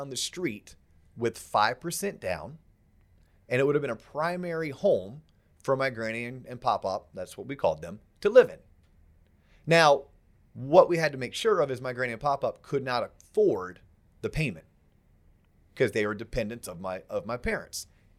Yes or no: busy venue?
no